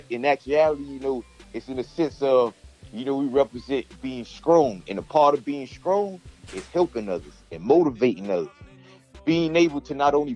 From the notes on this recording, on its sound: Today I'm on the phone with one of my childhood friends and we turn an inspiring phone conversation into a podcast episode.